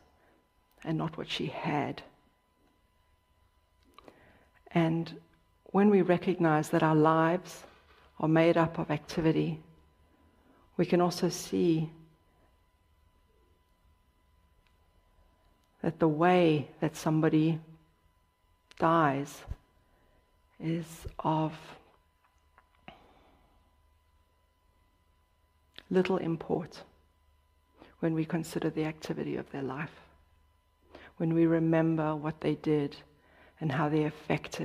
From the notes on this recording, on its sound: Dharma talk at City Center. In this talk, given at Beginner's Mind Temple.